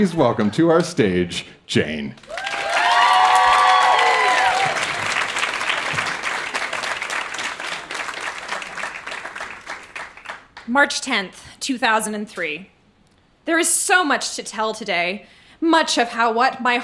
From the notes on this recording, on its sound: Recorded live in Vancouver, BC.